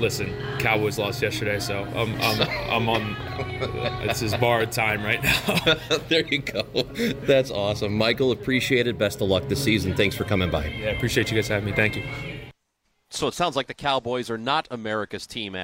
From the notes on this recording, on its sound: live from Cardinals Care Winter Warm Up at Ballpark Village.